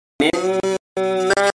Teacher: Distinctly holding the wunna nasal twang for two counts, nearly 2 seconds. So if you're saying mimma, you gotta kind of like go like this 2 seconds.